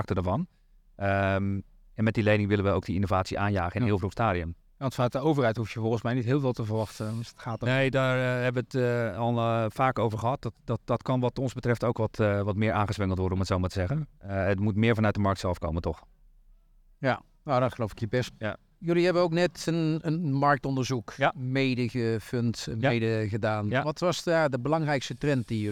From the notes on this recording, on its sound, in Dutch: De Saas Channel-podcast werd live opgenomen tijdens de Tech Drinks in Amsterdam